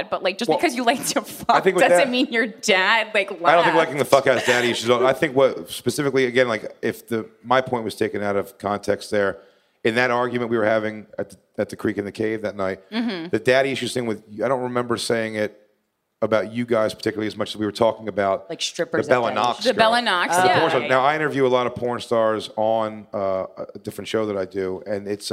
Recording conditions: live audience